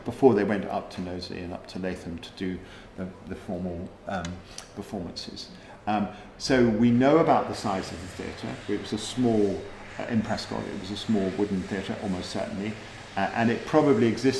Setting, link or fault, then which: setting, busy venue